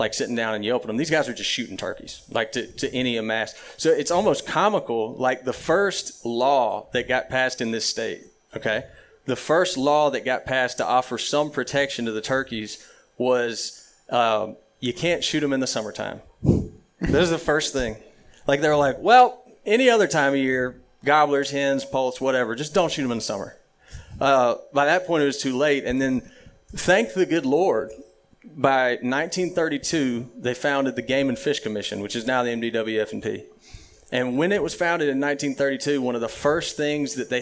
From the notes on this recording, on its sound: LIVE from Starkville, MS. Recorded LIVE in front of a packed house of turkey hunters at Rick's Cafe in Starkville, Mississippi.